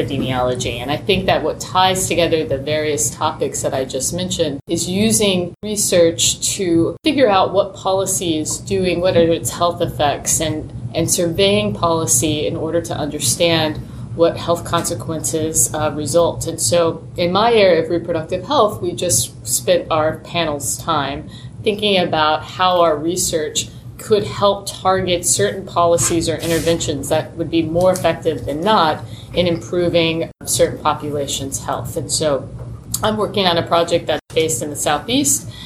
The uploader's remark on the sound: This episode was recorded at Temple Law during Temple Law’s celebratory Law Review Symposium: Looking Back and Looking Ahead, 10 Years of Public Health Law Research in September 2019.